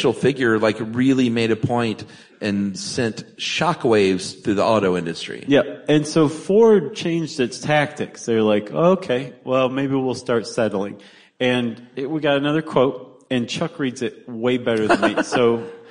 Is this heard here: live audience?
yes